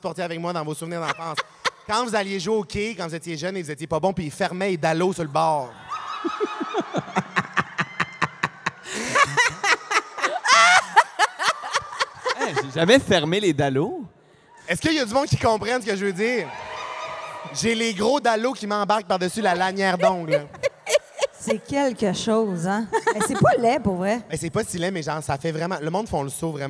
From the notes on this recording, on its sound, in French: LIVE à Montréal! L'enregistrement s'est déroulé devant 1200 personnes dans une église pleine à craquer à Montréal durant la canicule, sans air climatisé. Il fait donc 4000 degrés sur place.